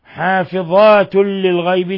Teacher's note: تنوين ضم جاء بعده اللام إدغام بغير غنة